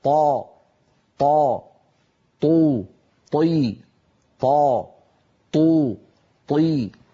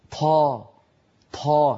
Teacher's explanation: فالطاء الفصيحة طاء مجهورة شديدة · Shown in: first take · هكذا طا طا، طو طي، طا طو طي، ولا يصح أن نقول طا طا.